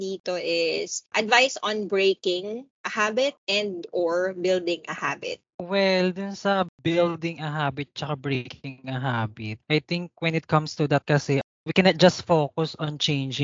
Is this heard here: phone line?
no